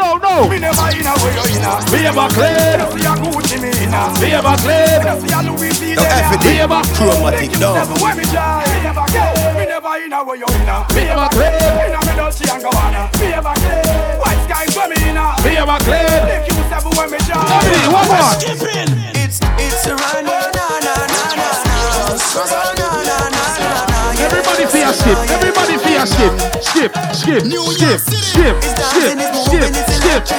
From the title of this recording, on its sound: FETE REPUBLIC HALLOWEEN LIVE AUDIO